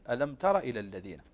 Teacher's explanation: أما بالنسبة للأخطاء الشائعة المتوقعة في هذه الآيات، قوله تعالى ألم تر إلى الذين، هنا يكثر اللحن في هذه الكلمة، ترى تقرأ بالمد ألم ترى إلى الذين، وهذا خطأ. الصحيح أن تقرأ ألم تر إلى الذين نافقوا يقولون، يعني يعني بدون مد